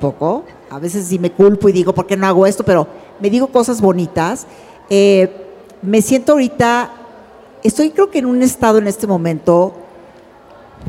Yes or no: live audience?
yes